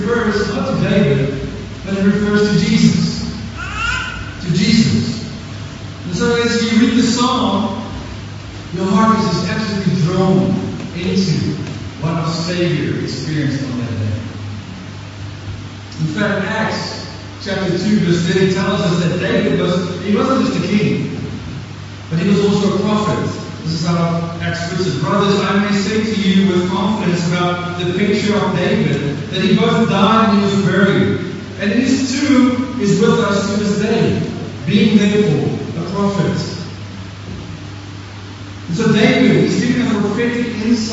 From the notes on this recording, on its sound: Apologies for the poor recording.